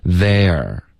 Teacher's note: 大家要注意，它是有一个滑动，一个 a 滑到二